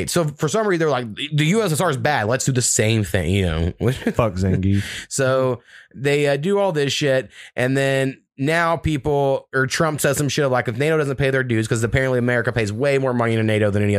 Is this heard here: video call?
no